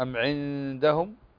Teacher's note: النون ساكنة وبعدها الدال، حروف الإخفاء، الدال من حروف الإخفاء فتخفى هنا